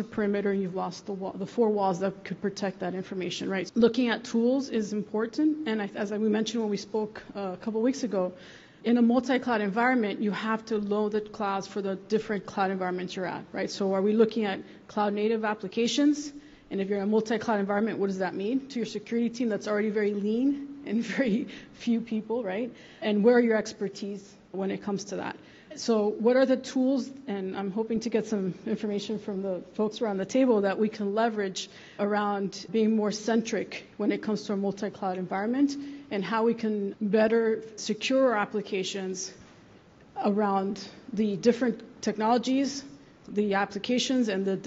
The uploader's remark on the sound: Panel discussion on The Future of Public Cloud Security: Emerging Technologies and Trends at Secure Miami. Audience Q&A.